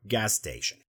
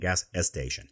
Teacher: we as Spanish speakers, we're going to include an extra sound, a schwa in between · Shown in: second take · and it would sound like gas station.